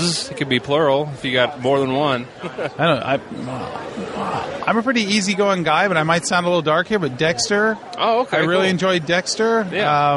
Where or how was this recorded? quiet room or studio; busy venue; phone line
busy venue